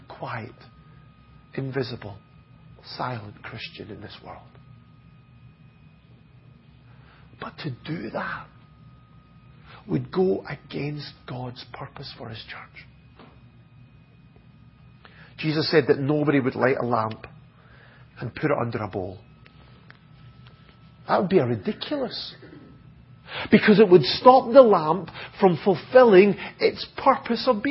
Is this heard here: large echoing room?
yes